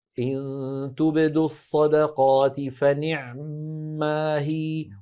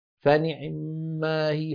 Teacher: فصوت العين ينخفض ويسرع زمنه قليلا · Shown in: second take · بالنسبة إلى ما جوره من الحروف. · Term: الاختلاس